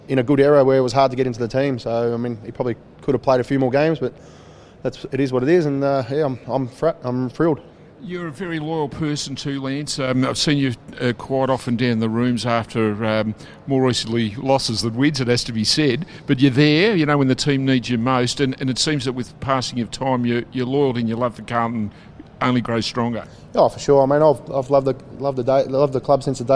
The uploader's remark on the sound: Speak to several Blues greats from the Carlton Hall of Fame and 1968 Premiership Reunion event at Etihad Stadium.